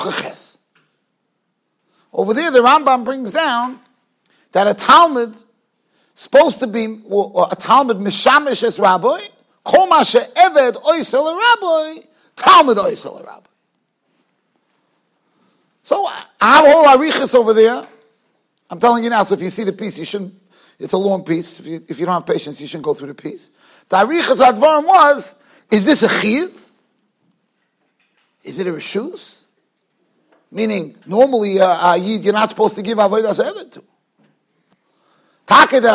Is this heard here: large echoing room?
yes